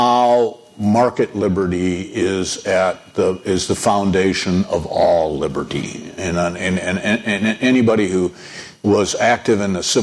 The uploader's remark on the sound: In front of a live audience at the Cato Institute.